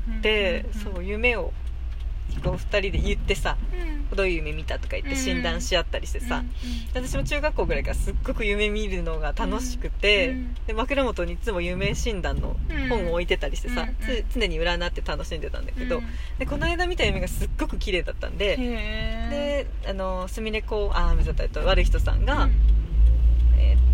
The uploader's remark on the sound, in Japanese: おでかけ収録 アートで頭パニック編！